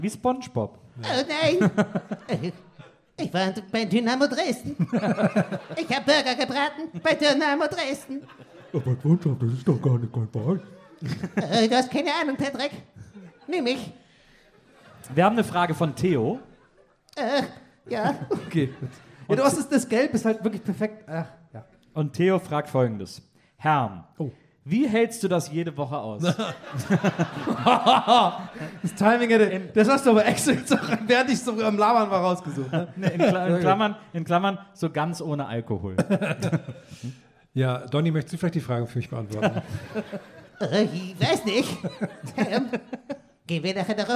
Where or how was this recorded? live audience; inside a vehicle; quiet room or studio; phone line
live audience